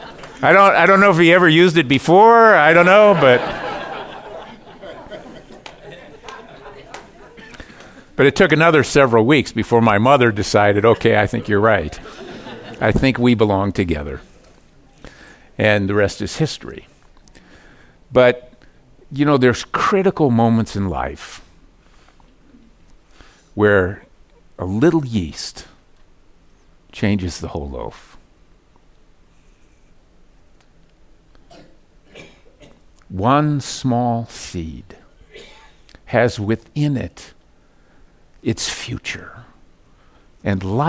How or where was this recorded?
large echoing room